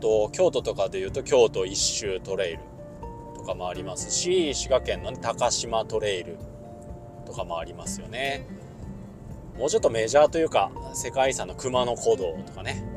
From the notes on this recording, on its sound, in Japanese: 初めてのドライブ収録